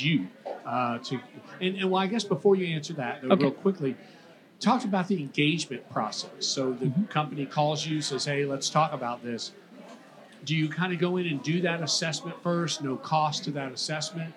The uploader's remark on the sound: Recorded live at the 2023 Make More Manufacturing Summit , hosted at the iconic Dr. Phillips Center for the Performing Arts .